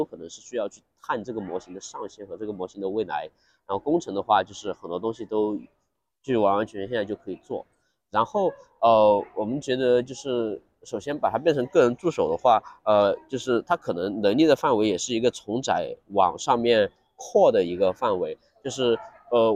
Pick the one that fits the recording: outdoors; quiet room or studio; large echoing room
outdoors